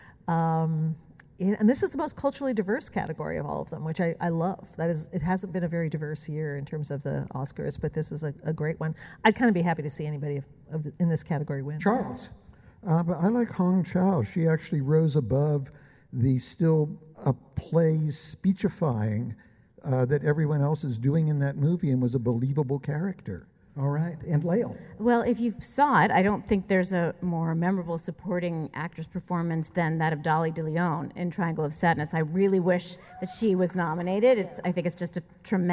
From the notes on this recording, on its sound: LAist film critics are live at the Orpheum Theater in DownTown Los Angeles.